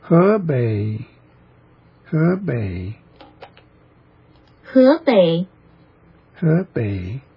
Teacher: the e, the first vowel, he, is upward or ascending in pitch